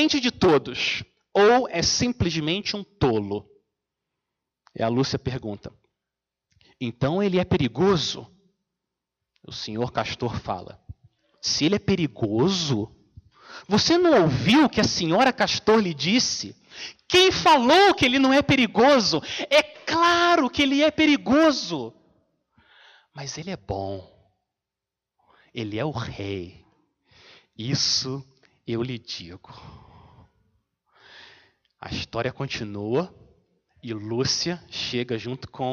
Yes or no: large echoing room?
yes